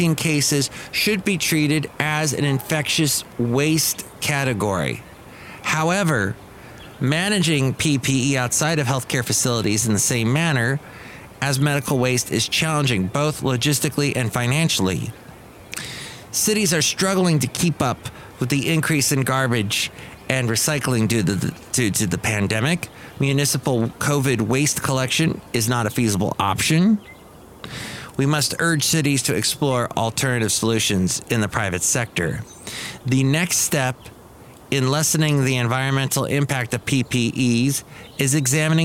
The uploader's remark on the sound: podcasts live from Cafe Anyway